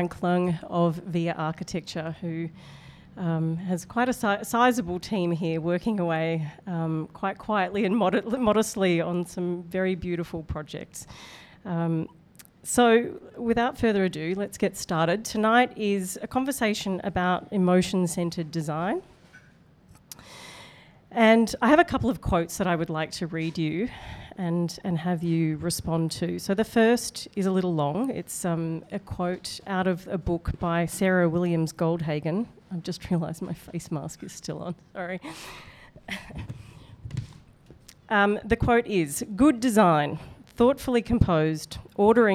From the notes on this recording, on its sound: Recorded before a live audience. In Hong Kong.